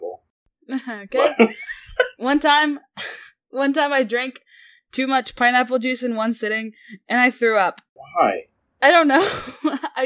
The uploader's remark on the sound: Please have pity on this first episode and its terrible audio quality.